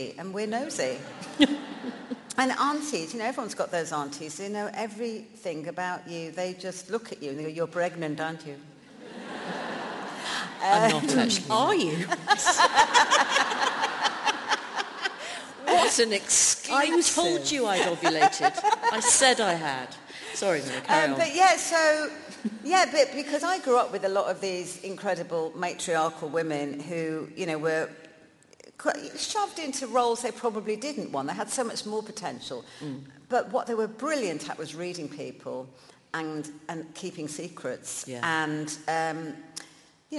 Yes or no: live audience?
yes